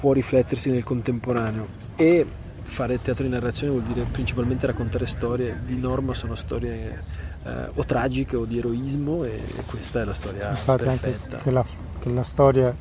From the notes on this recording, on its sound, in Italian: Nella seconda parte abbiamo ascoltato le interviste registrate alla terza e quarta serata di Luoghi Comuni Festival